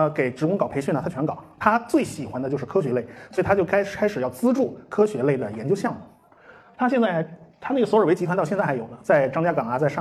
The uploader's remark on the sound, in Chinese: 重庆精典书店讲座实况录音。我把这次讲座是实况的音频先放上来，时间很长。因为是现场即兴发挥，比不得平时的录音节目，我还做不到出口成章没有废话。